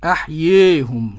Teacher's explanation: وقرأ الكسائي منفردا أحييهم بالإمالة الكبرى